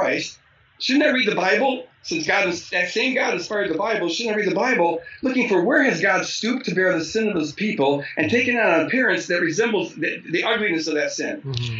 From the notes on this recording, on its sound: We had some technical difficulties during the recording. The audio is not to our standards, but we felt the podcast was too good to throw away.